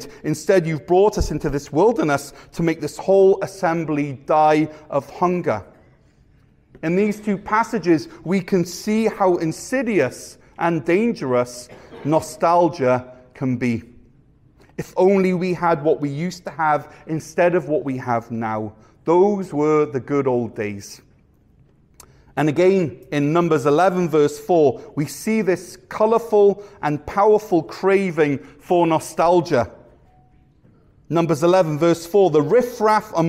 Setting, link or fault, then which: setting, large echoing room